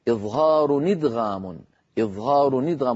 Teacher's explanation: ينقل حركة همزة إدغام ويحذف الهمزة من أجل الوزن الشعري، إظهار إدغام، إظهار إدغام، ولم يقل إظهار إدغام مع أن همزتها همزة قطع.